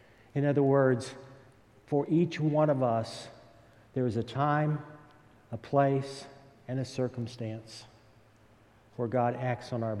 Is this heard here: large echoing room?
yes